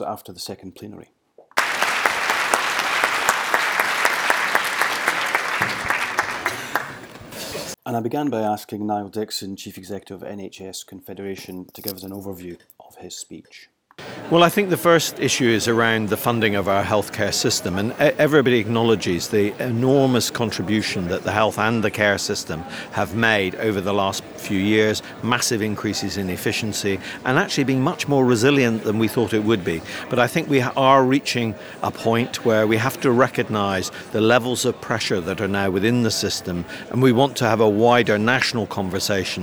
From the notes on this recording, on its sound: Cipfa Conference Special: 2017. The podcast contains a series of interviews, conversations and vox pops with speakers and delegates from the conference which capture insight and interesting snapshots from the event.